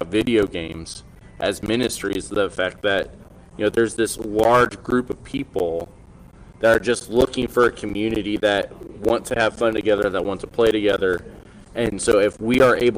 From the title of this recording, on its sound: LIVE from REACH 2021